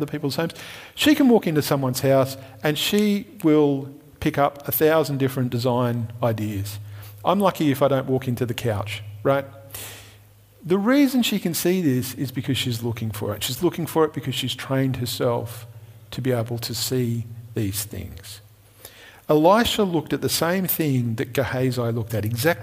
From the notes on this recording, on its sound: Recorded at Restore Church on September 6th, 2021